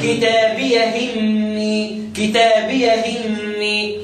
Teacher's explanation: نقل حركة الهمزة إلى الساكن قبلها